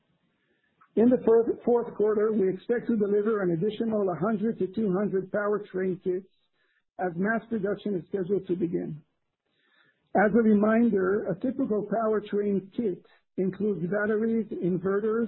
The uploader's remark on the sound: Q3 2020 Results Conference Call